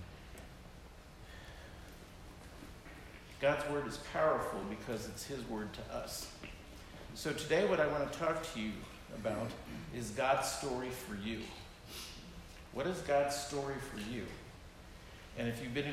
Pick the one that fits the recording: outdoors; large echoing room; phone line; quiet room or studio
large echoing room